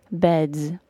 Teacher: If the final sound is voiced, like the final D in the word bed, for example, the final S is pronounced as a Z sound